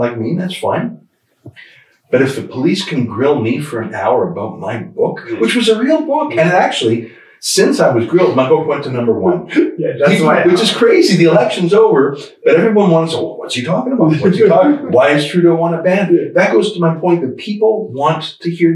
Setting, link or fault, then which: fault, poor sound quality